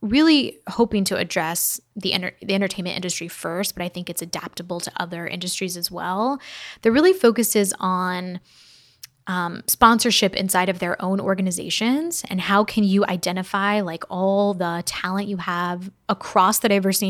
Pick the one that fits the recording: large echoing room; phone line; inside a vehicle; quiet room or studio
quiet room or studio